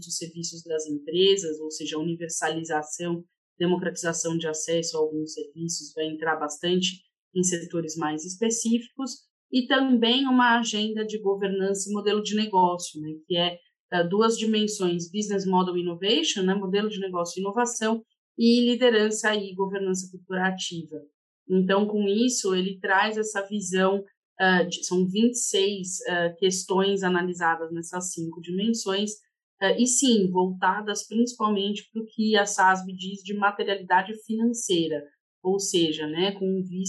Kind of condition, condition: link, video call